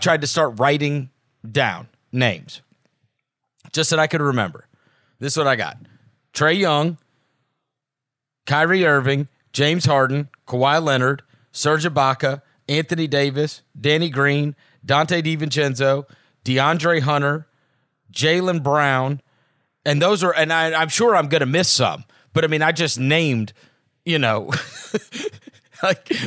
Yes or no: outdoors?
no